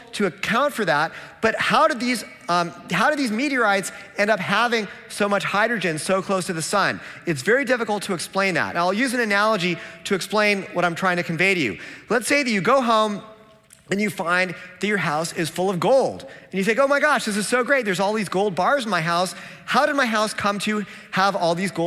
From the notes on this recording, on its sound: This talk was presented at the 2022 Dallas Conference on Science and Faith in January 2022.